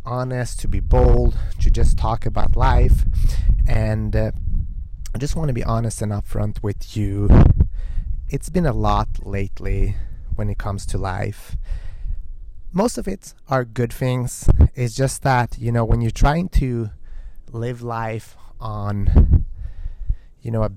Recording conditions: wind noise